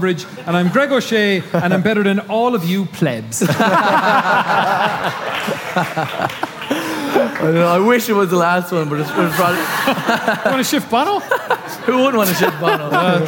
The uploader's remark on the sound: House of Rugby World Cup launch party